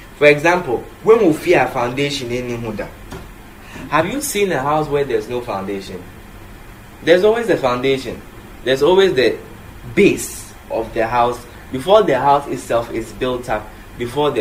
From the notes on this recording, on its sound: Conference for Love Arena Denomination held at the Love Arena Church, Ghana.